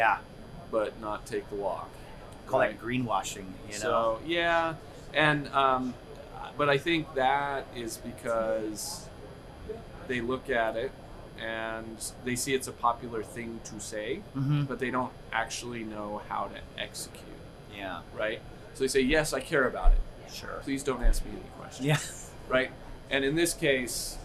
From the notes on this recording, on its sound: Live from MJBizCoN NEXT